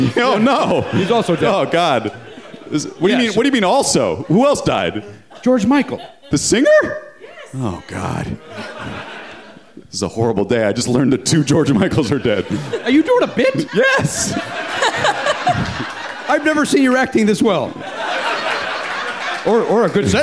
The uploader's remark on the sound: Live in Washington, DC. Perform at the Drafthouse Comedy Theater. Recorded live.